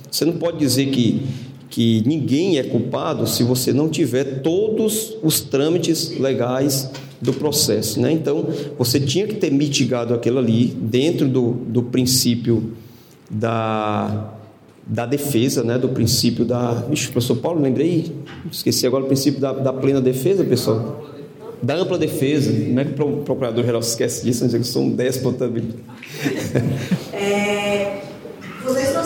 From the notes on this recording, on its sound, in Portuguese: Ao Vivo – UNIFOR. Foi gravado ao vivo na Universidade de Fortaleza. A convite da Escola de Direito.